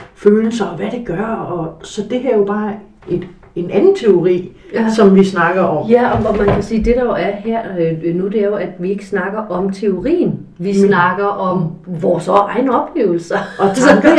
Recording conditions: poor sound quality